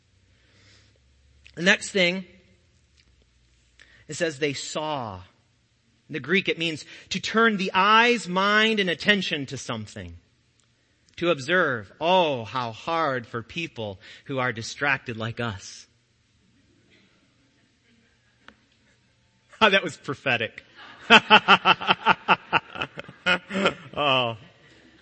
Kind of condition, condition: setting, large echoing room